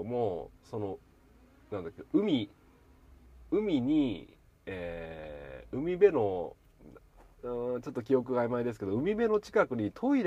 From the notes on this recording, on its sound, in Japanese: 軽トラを運転しながらダラダラと。